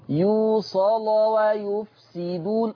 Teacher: لان اللام مفتوحة قبلها صاد مفتوحة فغلظت · Term: التغليظ